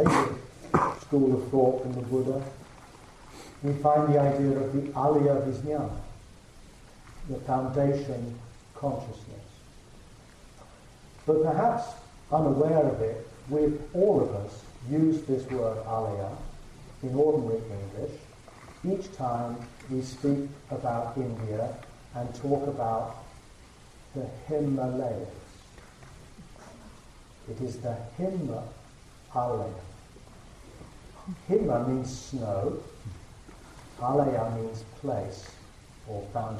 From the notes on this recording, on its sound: The quality of the recording of this talk may be improved after 11/15